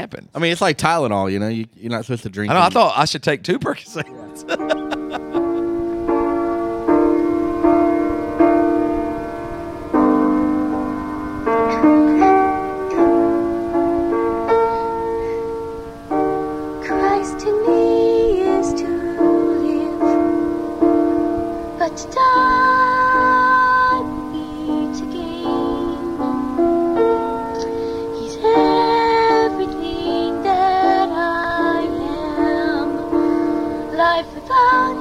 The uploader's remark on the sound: On the Tour Bus